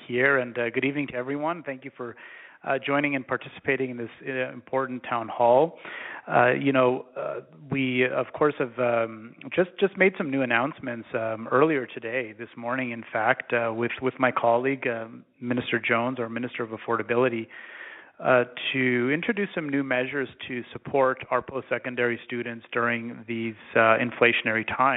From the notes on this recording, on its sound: Affordability Telephone Town Hall. Held an interactive telephone town hall.